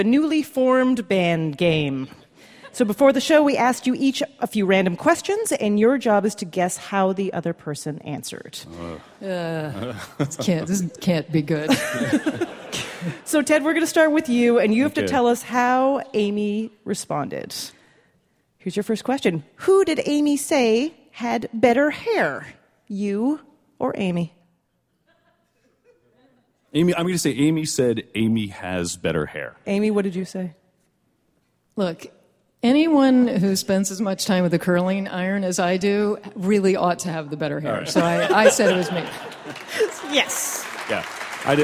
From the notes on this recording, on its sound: Recorded at Milwaukee's Pabst Theater